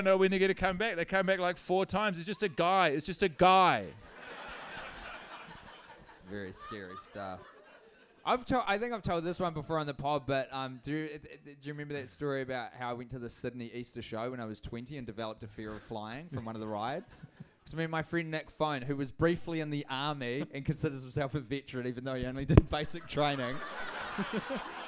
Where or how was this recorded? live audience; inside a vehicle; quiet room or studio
live audience